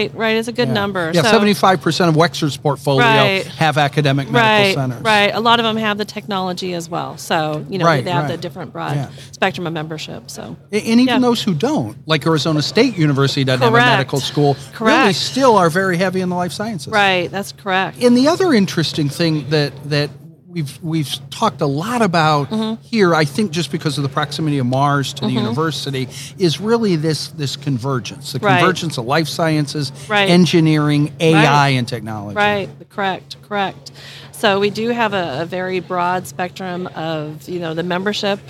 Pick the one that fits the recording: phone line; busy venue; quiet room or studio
busy venue